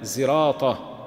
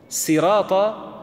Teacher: وقد قيل إنه قرئ بزايا خالصة والأصل فيه السين، وإنما أبدلوا منها صادا لموافقة الطاء في الاستعلاء والإطباق. سراط صعبة على اللسان فقلبت السين صادا لتوافق الصاد الطاء